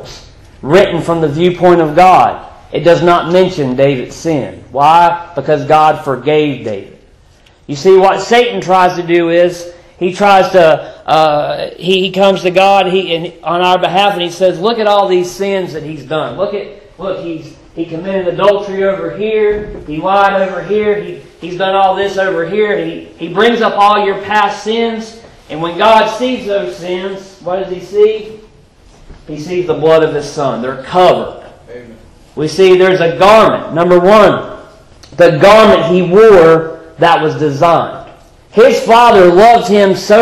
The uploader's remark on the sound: Previously recorded in 2015 at Five Forks Baptist Church in Hillsborough, NC.